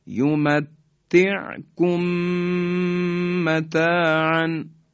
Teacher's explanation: حالا این دوتا میم در هم ادغام میشن: یمتعکم متاعن، همراه با غنه.